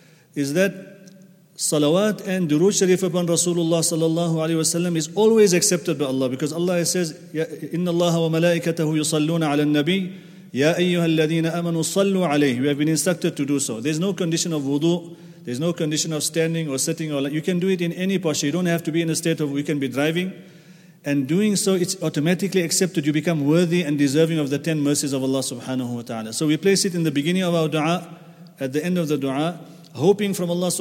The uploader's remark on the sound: at the Houghton Masjid (West Street)